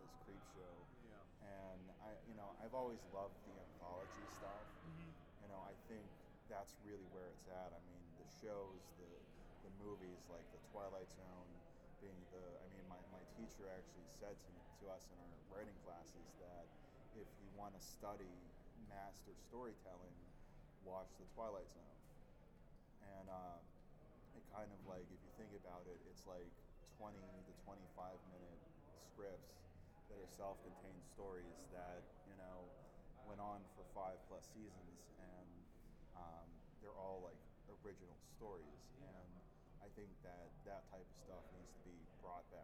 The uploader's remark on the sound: Live From Grossfest